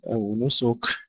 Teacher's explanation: الكاف ليست مشددة فنهمسها بدون تشديد